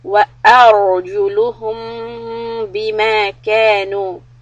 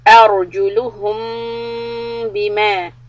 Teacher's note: the meme is إِخْفَى شَفَوِي، we stop for two harakat